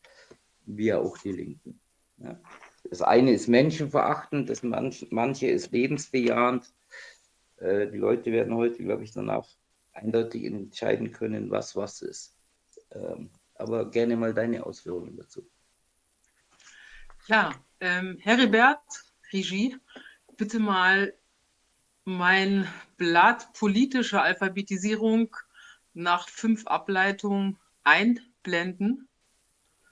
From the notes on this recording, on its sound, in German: In einem LIVE-PODCAST auf TELEGRAM